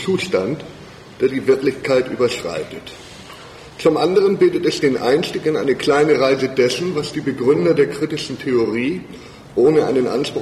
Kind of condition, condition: setting, large echoing room